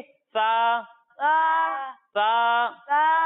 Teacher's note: जब हम सा की अदायगी करेंगे तो इसे मोटा भी नहीं करेंगे और इसमें सीटी की आवाज भी नहीं आएगी